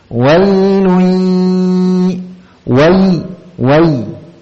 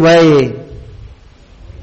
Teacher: Jadi kalau antum wai itu lidahnya nempel ke tengah, ke langit-langit. · Shown in: first take · Wai. Kalau enggak nempel nanti wai.